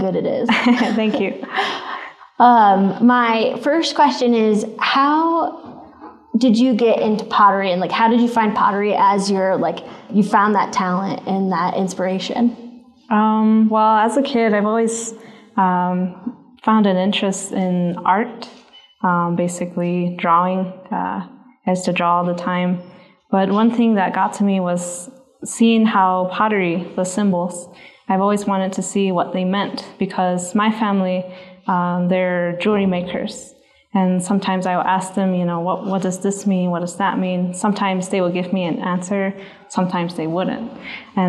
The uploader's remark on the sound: You're here with some other folks in the audience representing the Zuni Youth Enrichment Program.